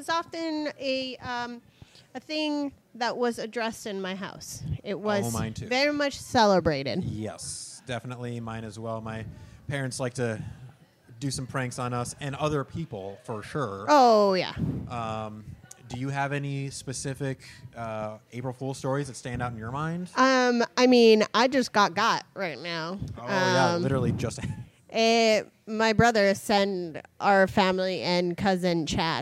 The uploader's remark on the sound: LIVE EVENT [VIDEO]. Record from The Logan Theatre.